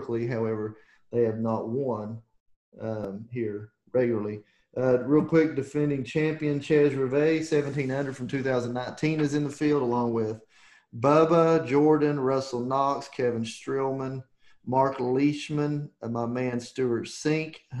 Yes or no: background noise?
no